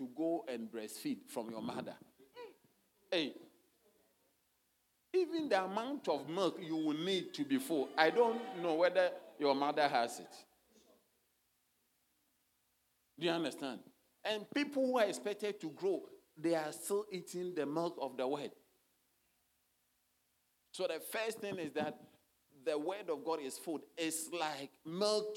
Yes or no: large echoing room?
yes